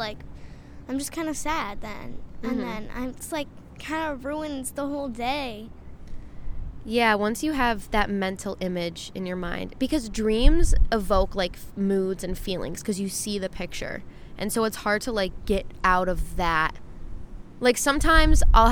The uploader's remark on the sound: Rooftop Q&A with my sister. Get ready for a windy, car sound filled episode!